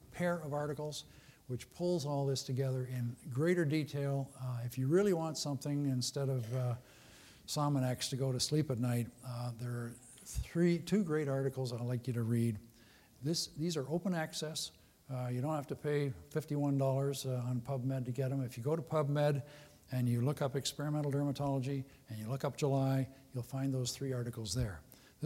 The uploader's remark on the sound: Was recorded at the 2013 Summer SDPA Conference in St.